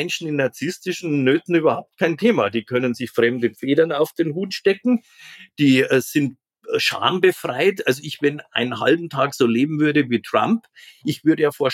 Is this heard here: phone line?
no